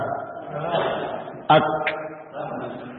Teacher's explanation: ini ak setelah tertahan syiddah keluar suara halus ak. Nah, ini namanya hamas.